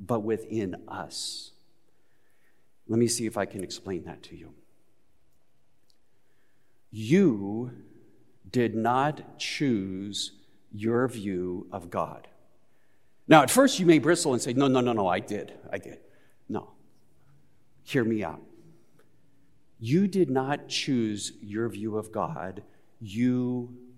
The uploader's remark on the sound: Recorded live at Beatitudes Church in Phoenix, AZ